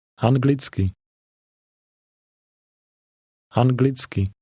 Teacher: This word has a TS sound in the middle, as at the end of the English word cats.